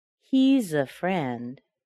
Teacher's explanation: Now what we're trying to do here is connect the consonants with the vowels. We see the S in he's pronounced as z, and the A pronounced as a schwa, and we put those sounds together and we get a new sound